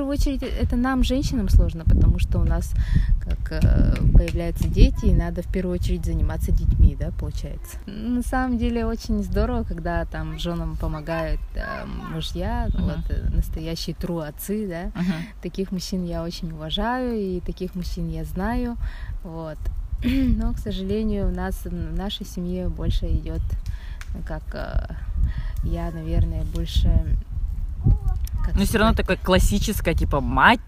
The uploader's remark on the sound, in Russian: Сегодняшний выпуск наполнен кучей лишних звуков и шумов